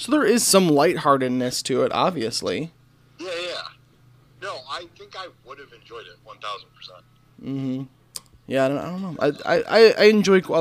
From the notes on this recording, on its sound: Call-In Part 2. Welcome to the second half of the call ins.